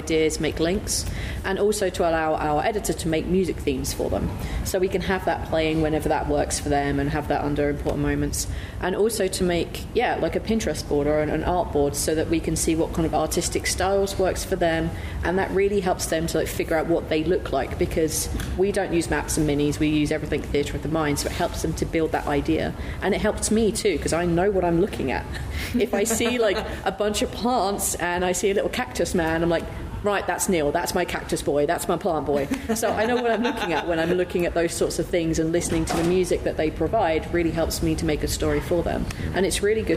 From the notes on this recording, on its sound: MCM Comic Con London 2023. A live recording of the panel. Please note - due to the live nature of this recording, the audio levels may vary.